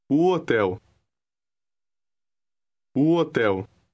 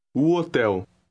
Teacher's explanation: Notice how the initial o, meaning the, seems to blend into the word hotel.